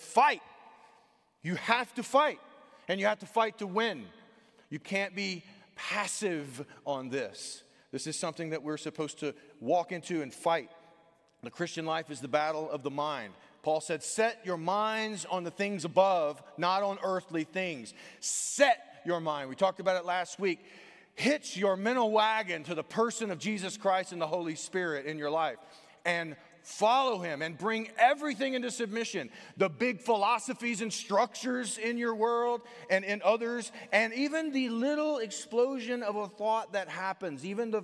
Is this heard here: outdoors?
no